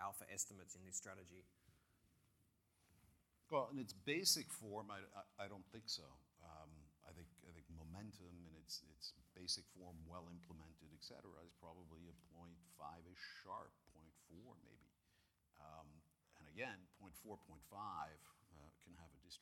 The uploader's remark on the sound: One session at the Conexus Financial, Investment Magazine, Absolute Returns Conference. Held at the InterContinental Hotel, Double Bay.